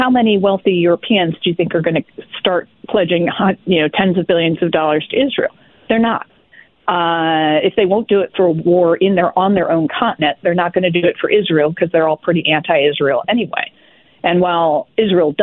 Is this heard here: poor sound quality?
no